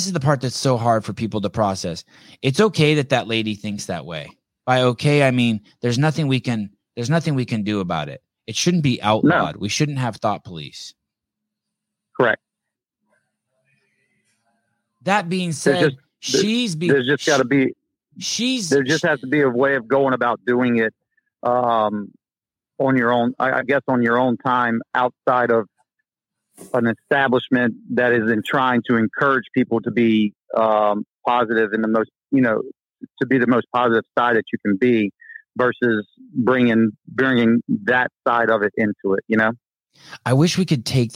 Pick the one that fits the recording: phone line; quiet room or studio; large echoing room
phone line